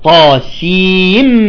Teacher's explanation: أتت النون الساكنة والميم في كلمة واحدة ولكن قرأها حفص عن عاصم من طريق شاطبية بالإدغام